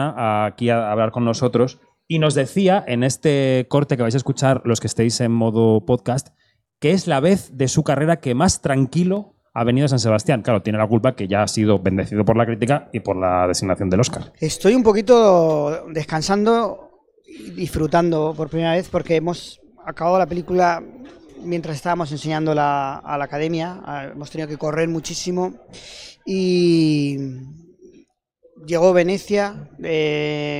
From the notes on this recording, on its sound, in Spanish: Kinótico, que ha puesto en marcha un set audiovisual de entrevistas en el Palacio del Kursaal -abierto todo el Festival de San Sebastián- ha grabado allí el primer episodio de su podcast diario.